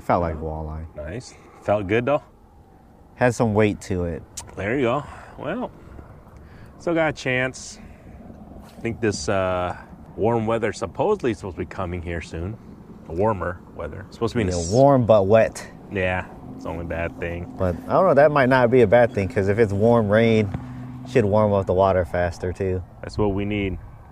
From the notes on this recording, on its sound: It's been a while since we tried to catch fish and record a podcast, try being the keyword here... Our continued weird weather here in Iowa.